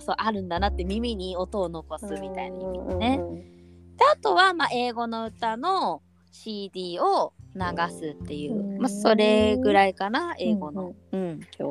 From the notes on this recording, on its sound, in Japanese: このラジオはリモートで収録しています。電波が悪くて会話がズレてしまう場合があります。聞きづらいかと思いますがご了承ください。